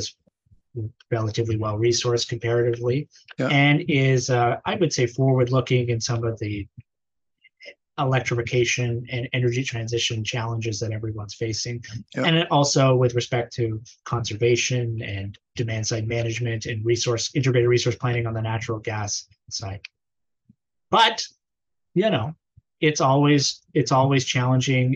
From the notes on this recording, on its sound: on Zoom